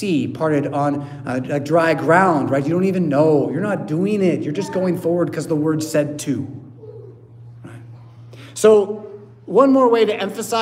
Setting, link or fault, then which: setting, large echoing room